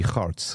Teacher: here in South Africa, in Afrikaans, that G gets a guttural sound.